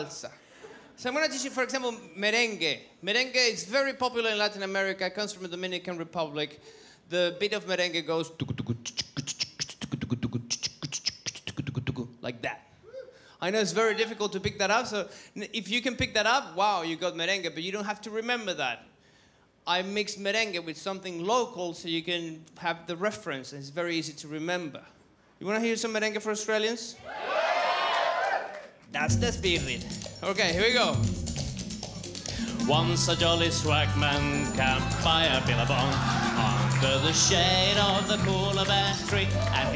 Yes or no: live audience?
yes